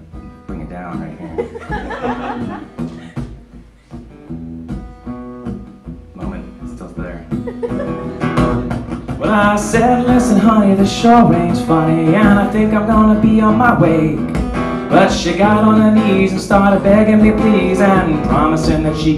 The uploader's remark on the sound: Live at the Sub, Thomasville Ga. Awkward applause and laughs are what we live for…